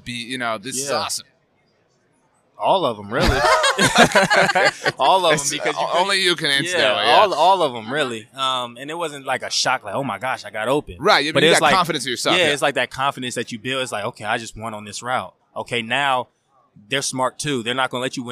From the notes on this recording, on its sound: On Super Bowl Radio Row!